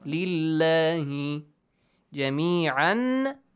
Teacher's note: Here, the lam in the word Allah is pronounced heavily with an ah sound. Why? Because there is a fatha sound.